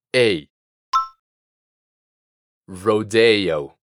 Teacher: Otra forma de pronunciar esta palabra es rodeo. O sea, que aquí la E se pronuncia como A.